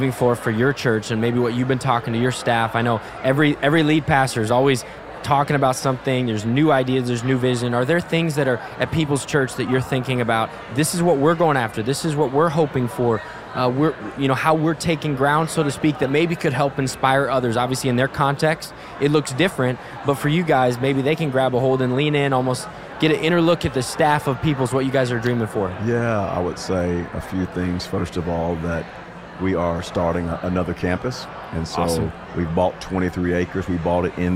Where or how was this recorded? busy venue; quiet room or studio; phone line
busy venue